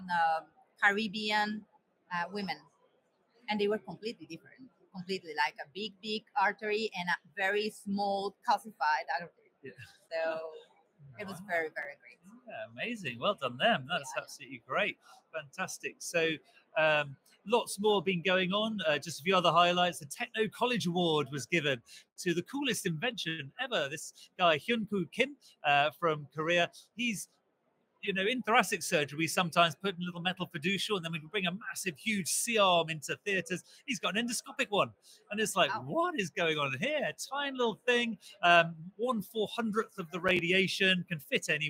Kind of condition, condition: setting, busy venue